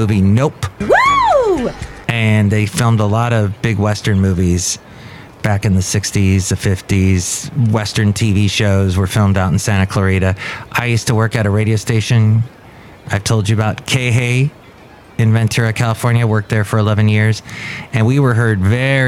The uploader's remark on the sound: podcasts live from Café Anyway